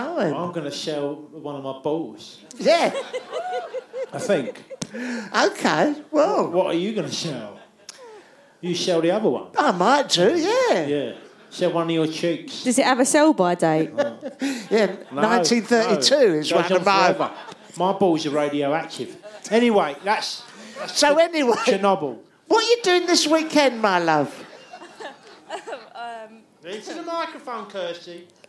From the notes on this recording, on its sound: LIVE at the Underbelly, London, 7th June 2019